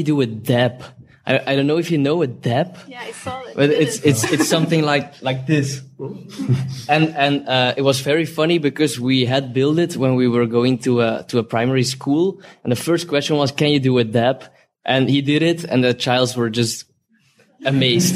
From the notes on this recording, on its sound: During the arena event we have a round table conversation with the two speakers in front of a large audience. We are recording this live and publish it as a special ‘live arena’ episode.